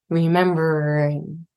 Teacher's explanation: we're just going to whisper the ing at the end